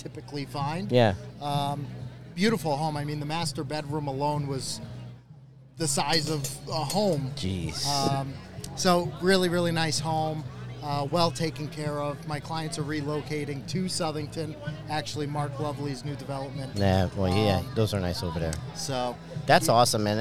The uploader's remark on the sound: Live from the Southington Italian Festival